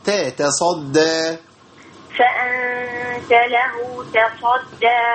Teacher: ما تدريش التاء بطاء ما تقولش طاء